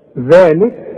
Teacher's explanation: ذلك مد طبيعي، وطلع لسانك وكلها مرققه